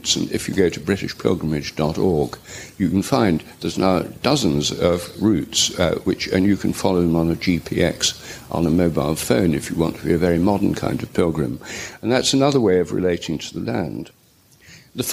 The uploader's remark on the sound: The 2020 Oxford Real Farming Conference. Recorded at Oxford Town Hall.